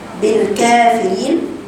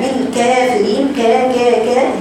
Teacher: انت بتقراي الحرف بالفتح بالكافرين. اما لو قراتها بالكافرين كا كا كا دي يبقى فيها تقليل